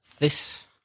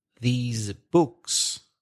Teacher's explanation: Whereas the plural, these books, is a long sound, e, and with vibration, z, these books.